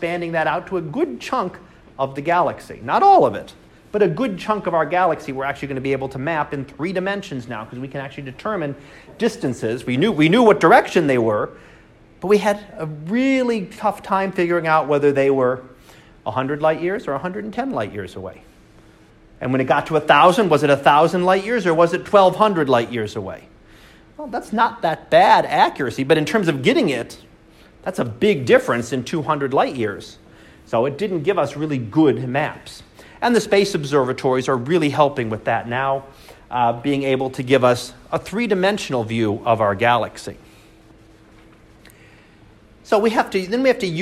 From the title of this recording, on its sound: Live Class Lecture